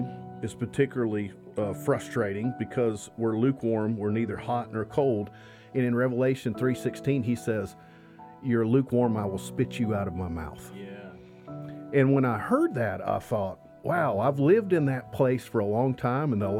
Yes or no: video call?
no